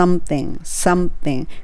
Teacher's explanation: something ここのところはね、M はね、唇合わないと思います